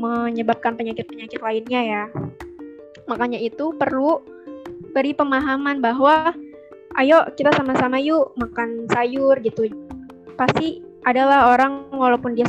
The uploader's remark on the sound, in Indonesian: Maaf suara tidak bagus karena record melalui zoom